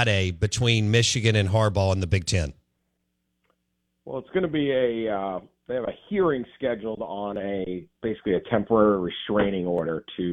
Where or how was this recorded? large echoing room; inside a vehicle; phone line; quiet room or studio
phone line